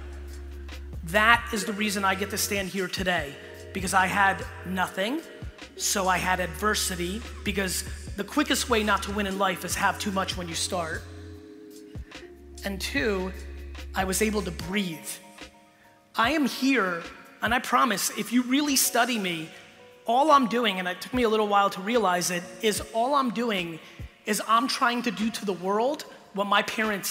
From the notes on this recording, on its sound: This episode is from a keynote